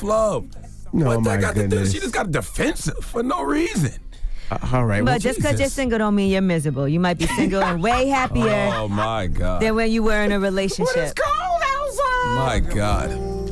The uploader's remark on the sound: we opened up the phone lines